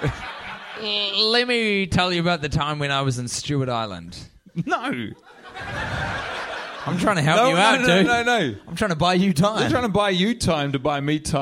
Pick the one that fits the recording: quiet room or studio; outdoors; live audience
live audience